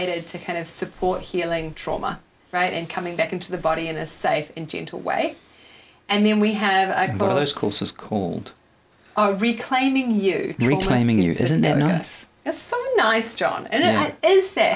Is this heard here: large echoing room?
no